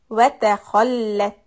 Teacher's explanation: وَتَ soft and kha is heavy and the shadda on the lam gets the emphasis.